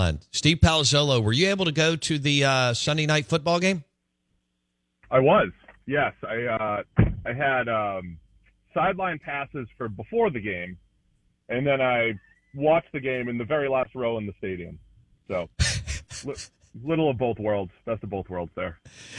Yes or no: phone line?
yes